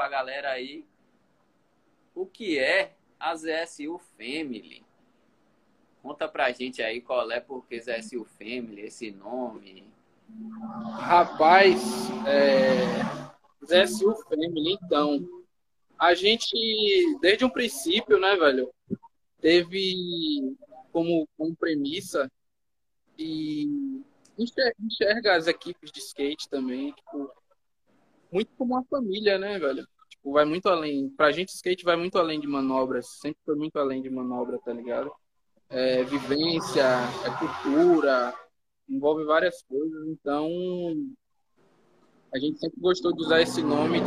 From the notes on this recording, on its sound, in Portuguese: Live realizada via instagram